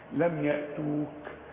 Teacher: الكاف عند الوقف بهمس فيها، الكاف من حروف الهمس، لم يأتوك، لكن ما قلقلهاش، يحري الراء، زي ما تقول